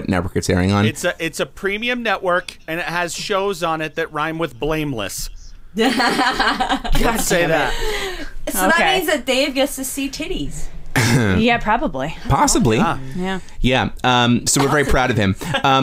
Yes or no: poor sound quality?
no